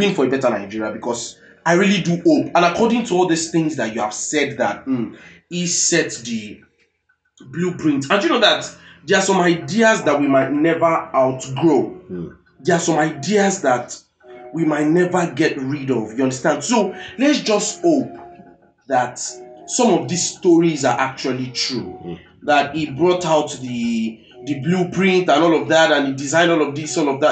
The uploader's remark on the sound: Pardon us for the sound.